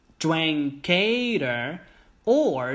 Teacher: 这里略读了，读得很轻，读成了 drank 8三个词连读到一块儿。